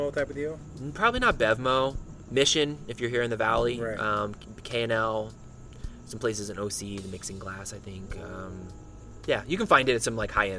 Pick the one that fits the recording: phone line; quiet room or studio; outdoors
outdoors